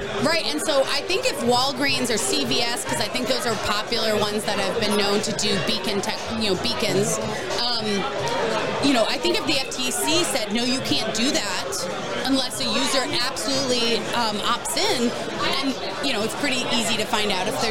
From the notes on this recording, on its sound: Trimarc Live at Shmoocon 2023.